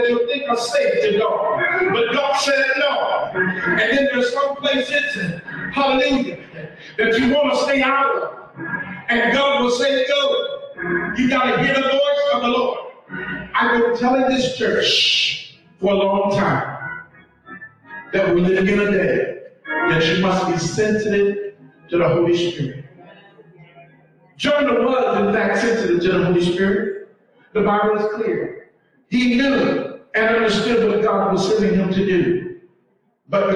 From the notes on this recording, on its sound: We apologize in advance for the audio as we were having technical difficulties.